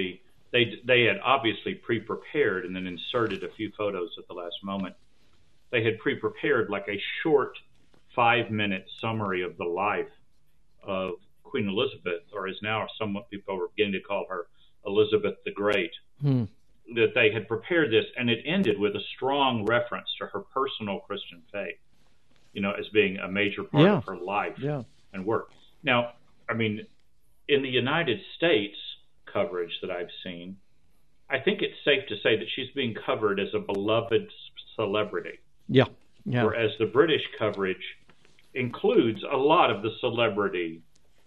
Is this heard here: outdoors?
no